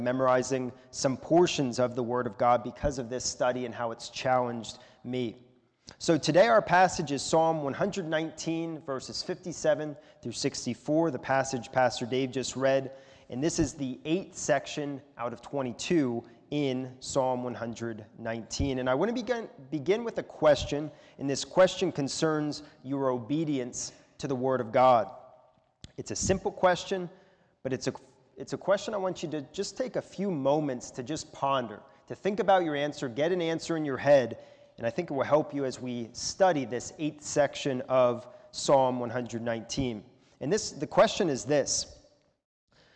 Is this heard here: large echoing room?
yes